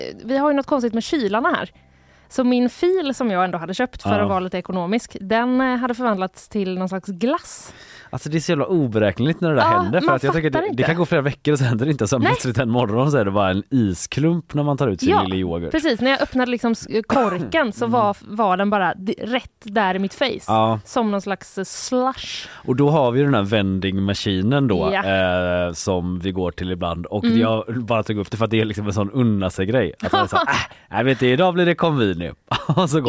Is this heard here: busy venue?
no